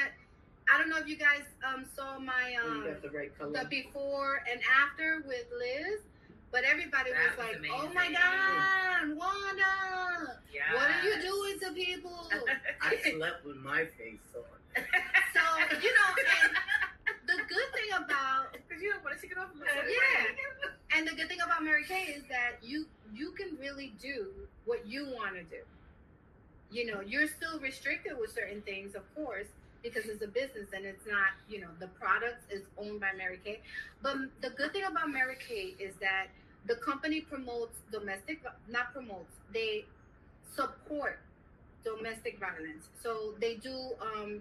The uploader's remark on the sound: Salty Coffee Networking Party LIVE